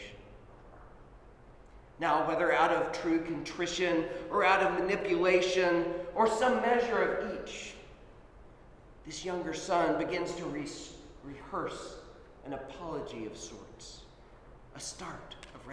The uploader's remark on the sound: Sermon at Holy Trinity Anglican Church